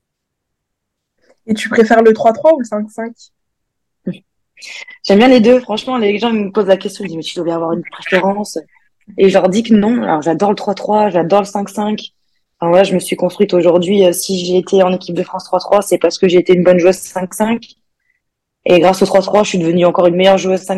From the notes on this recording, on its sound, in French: Ce dixième épisode a été tourné via Zoom, l'invité étant en vacances à ce moment.